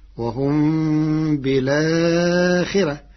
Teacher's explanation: بنقل حركة الهمزة إلى الساكن قبلها مع حذف الهمزة فتصير وهم بالآخرة مع ترقيق الراء لكسر قبلها